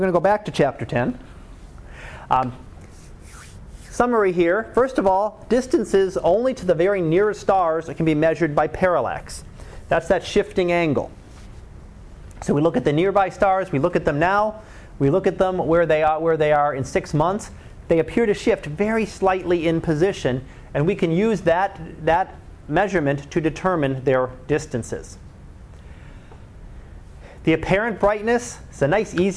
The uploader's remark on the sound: Live Class Lecture